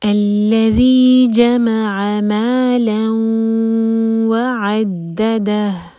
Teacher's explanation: آخر میں ہا پر سکون ہوگا تو ہا کی آواز کلیئر آنی چاہیے